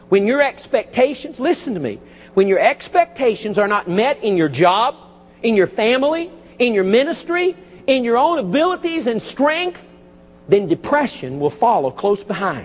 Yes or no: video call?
no